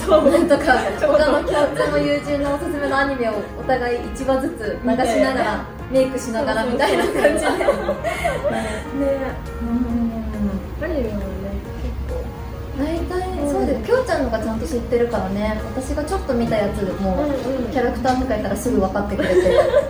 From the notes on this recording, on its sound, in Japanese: 番組初となる公開収録が開催！